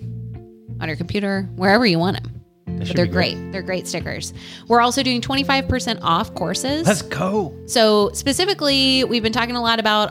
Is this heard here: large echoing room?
no